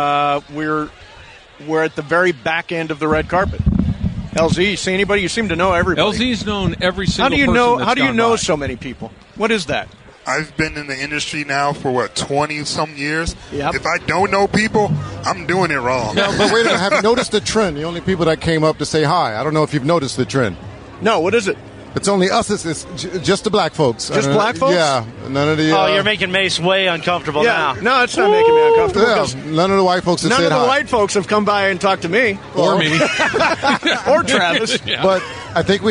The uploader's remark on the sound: Live From The Red Carpet!